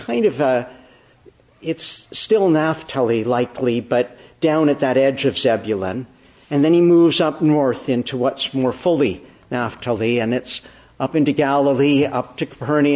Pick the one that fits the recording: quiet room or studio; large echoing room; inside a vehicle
large echoing room